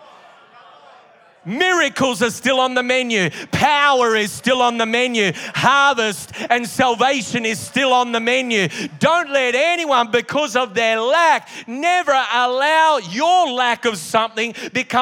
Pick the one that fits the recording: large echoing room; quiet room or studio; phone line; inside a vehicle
large echoing room